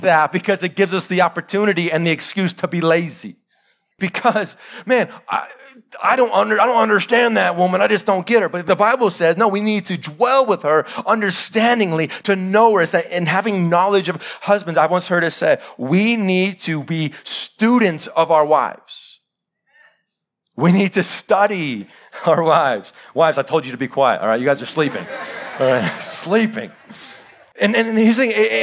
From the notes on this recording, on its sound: Live sermon recorded.